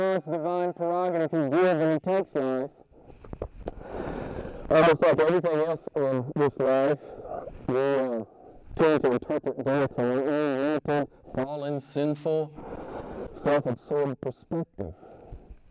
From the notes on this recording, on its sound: (suboptimal audio)